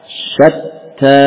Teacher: Huruf ta tampak betul-betul berhenti